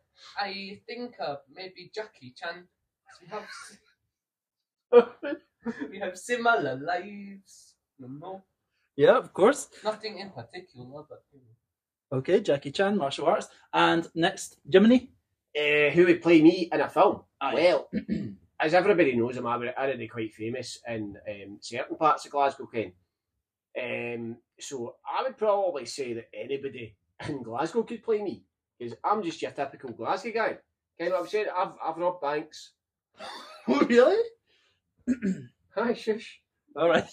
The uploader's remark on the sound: sorry about the Audio quality